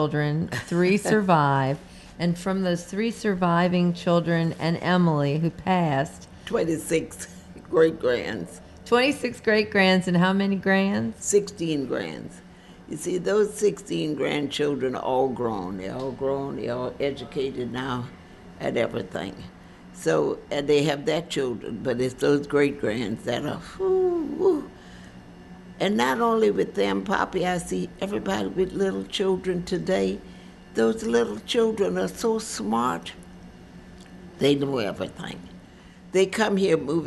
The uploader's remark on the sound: We sat down with the younger generations at the restaurant during the taping of "The Dooky Chase Kitchen: Leah's Legacy." We've dug into our archives to bring you material that never previously aired.